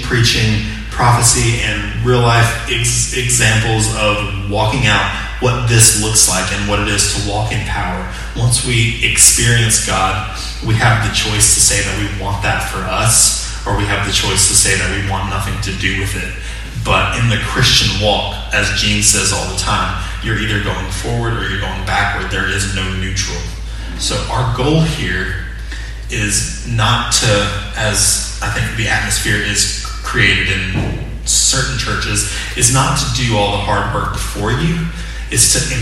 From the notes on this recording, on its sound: Sermon audio from 6/28/20 morning worship service.